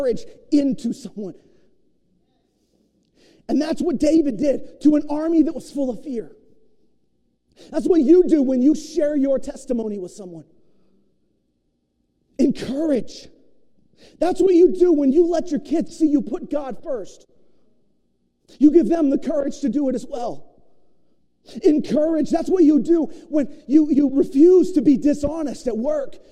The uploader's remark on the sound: preached at New Beginnings Church of God in Roseburg, Oregon